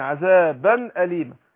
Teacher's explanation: بس خد بالك الأول أقول إيه فيعذبهم عذابا أليما هنا إظهار ما قلتش عذابا أليما لا عذابا أليما هنا إظهار نون التنوين جي بعدها همزة